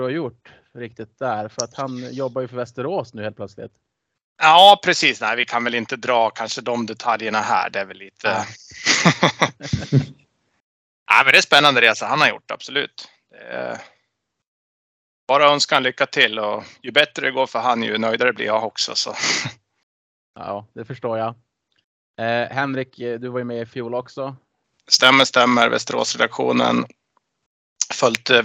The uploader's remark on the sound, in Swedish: Vi ber om ursäkt för dålig ljudkvalitet.